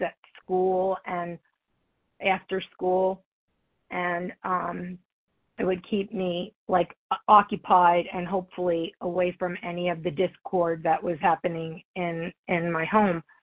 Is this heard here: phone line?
yes